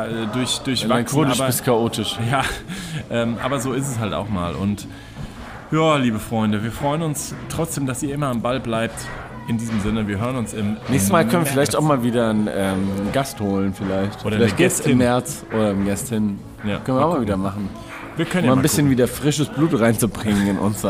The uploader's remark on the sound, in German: Melden sich quasi live aus dem Stadion. Ins Stadion vom SV Wehen-Wiesbaden geschmuggelt.